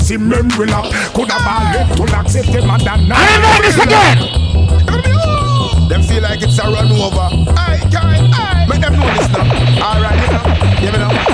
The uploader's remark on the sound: TOPAZ EVENT CENTRE, TORONTO 3/8/2020